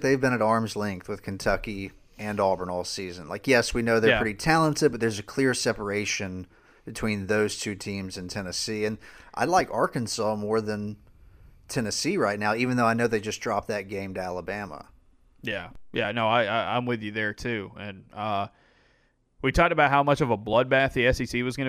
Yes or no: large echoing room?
no